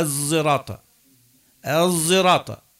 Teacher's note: هي الآن إشمام الصاد زاي، بقيت صفة الاستعلاء التي في الصاد مع الزاي، لأن لو قلبت زاي شو نقوله الزراطة، لأن الزاي مستفهلة ولا لا، لا نقوله الزراطة الزراطة، يعني فيها استعلاء، هذا يسموه الإشمام.